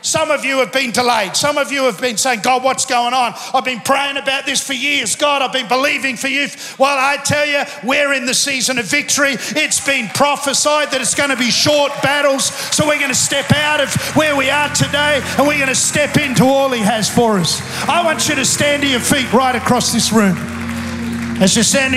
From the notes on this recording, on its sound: Recorded live at Planetshakers Church (Melbourne) on Sunday 5th of November 2023.